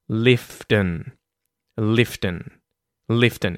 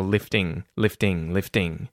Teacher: you'll hear them really reduce that second syllable · Shown in: first take